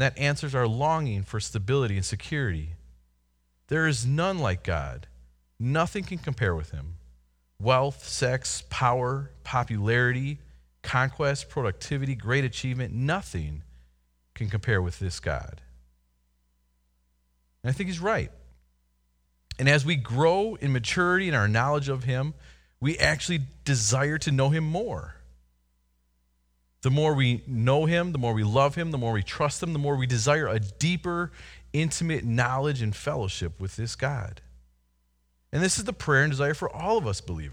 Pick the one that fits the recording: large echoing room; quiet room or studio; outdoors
large echoing room